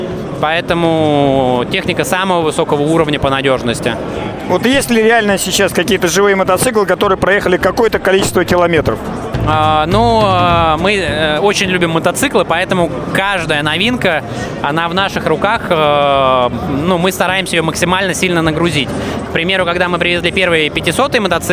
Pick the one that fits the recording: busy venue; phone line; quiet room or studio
busy venue